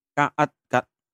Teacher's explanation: 注意，这是一个入声，发短音